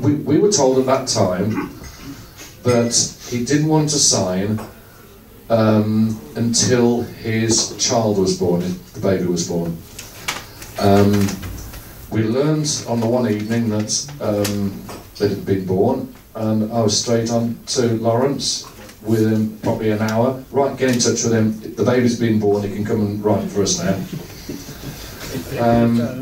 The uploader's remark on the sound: The full audio from the event recorded on 29.09.23 and recorded at The Aston Manor Cricket Club.